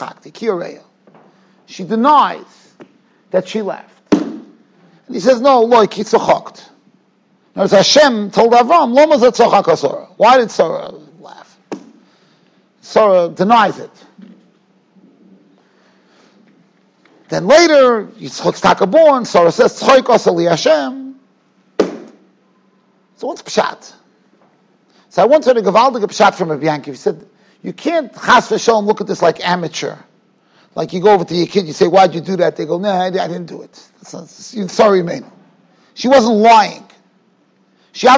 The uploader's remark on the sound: Shiur recorded in Yeshivas Ohr Reuven, Monsey, NY.